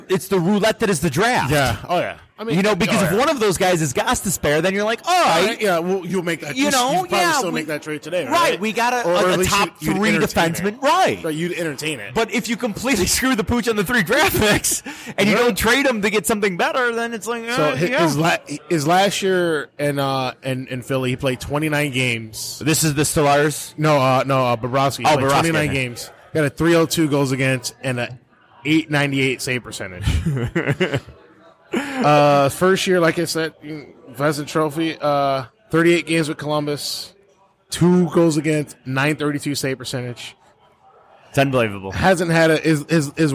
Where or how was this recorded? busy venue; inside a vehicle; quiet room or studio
busy venue